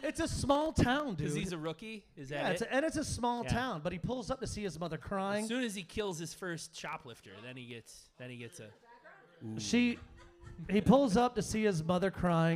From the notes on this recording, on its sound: This time we recorded in front of a live audience! At the Very Famous X-Ray Arcade in Cudahy, Wisconsin. We played the movie for our audience, and afterwards sat down and recorded this episode.